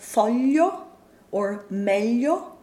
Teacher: The lambda itself is a palatal consonant